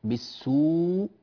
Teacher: فيلتقي ساكنان، الهمزة المسهلة على القول بأن التسهيل تسكين، والواو الساكنة المادية، وهذا غير مناسب، فلعدم الجمع بين الساكنين جاز أن يؤتى بإبدال الهمزة الثانية واوا، هكذا نمسح ليكون أوضح، بالسوء، ثم تدغم الواو الأولى في الواو الثانية فتصير الواو الثانية مشددة، بالسوء، بالسوء إلا.